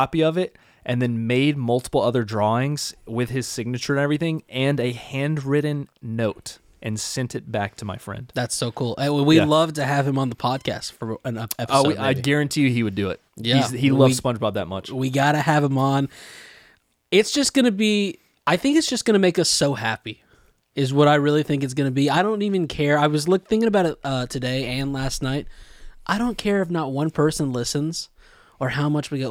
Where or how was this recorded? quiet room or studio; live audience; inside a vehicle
quiet room or studio